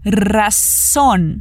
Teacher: O R vibrado, o som de S e o N no final com a pontinha da língua no céu da boca